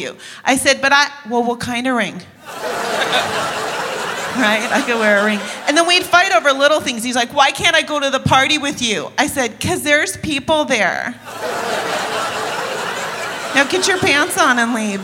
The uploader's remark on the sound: Live at the SouthPoint Casino